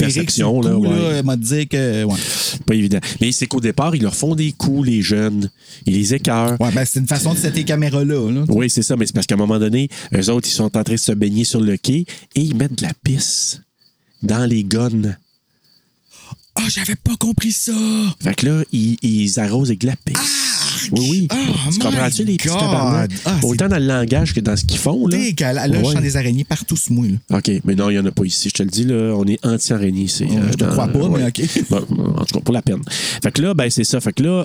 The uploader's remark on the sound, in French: En direct de la terrasse Chez Serge (criquets inclus). Des bruits étranges dans le voisinage.